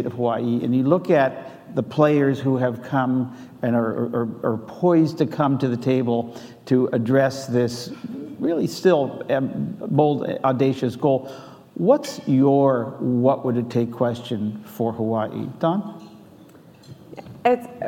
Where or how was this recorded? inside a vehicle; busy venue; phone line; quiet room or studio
busy venue